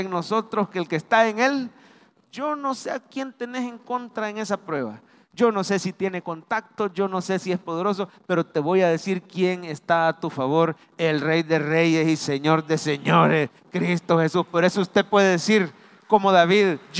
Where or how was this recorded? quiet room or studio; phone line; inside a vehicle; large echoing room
large echoing room